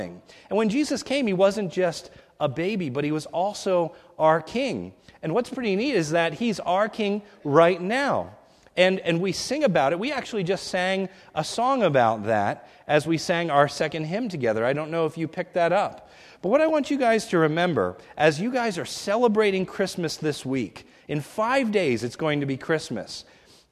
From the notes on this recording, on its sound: This is a sermon recorded at the Lebanon Bible Fellowship Church in Lebanon, PA. During the mrning service.